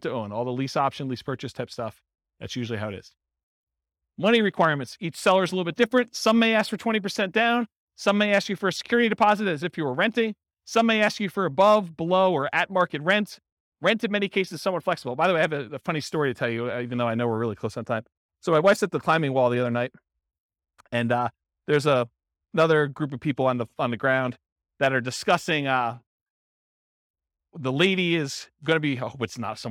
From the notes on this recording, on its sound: This was a live class recorded